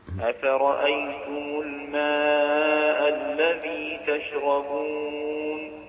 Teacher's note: أربع حركات الماء مد واجب